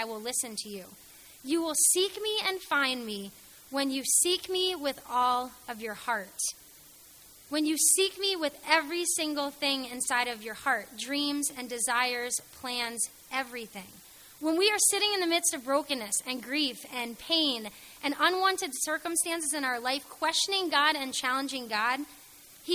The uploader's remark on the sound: Chapel audio recordings from Eastern Nazarene College in Quincy Massachusetts.